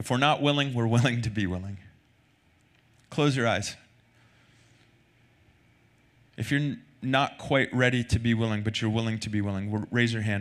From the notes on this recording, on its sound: Recorded Sunday night service at Reunion Hawaii.